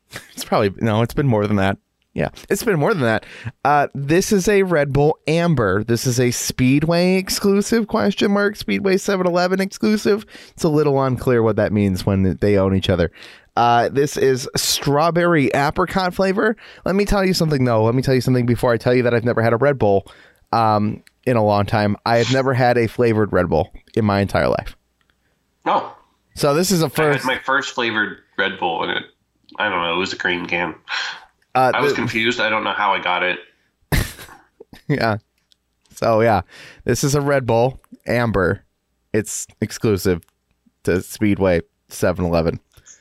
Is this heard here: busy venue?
no